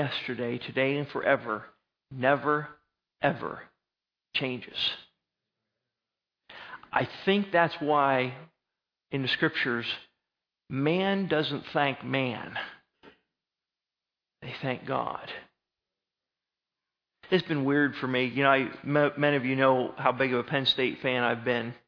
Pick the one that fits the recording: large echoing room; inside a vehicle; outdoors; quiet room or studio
large echoing room